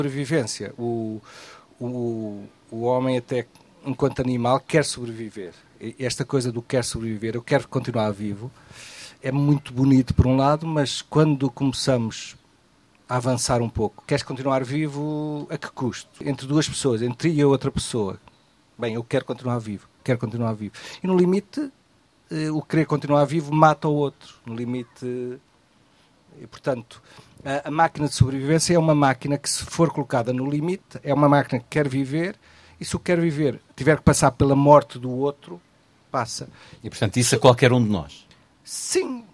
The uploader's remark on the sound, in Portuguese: Uma conversa na Maratona de Leitura